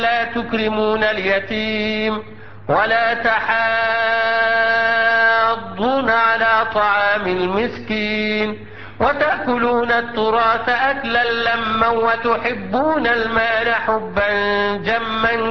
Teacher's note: مفيش غن، لم اغن النون المشدده، الميم المشدده